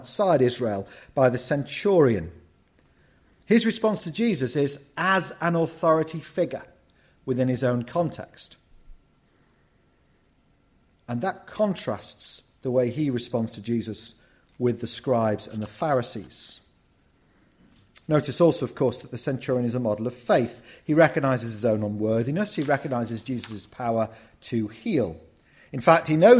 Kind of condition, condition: setting, large echoing room